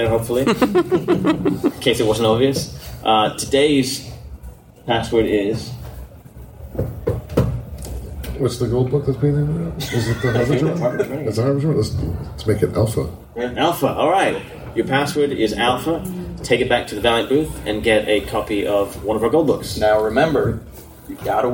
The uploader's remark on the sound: This episode brings you the Road to Harbinger Wars 2 panel from last week's SC Comic Con 2017.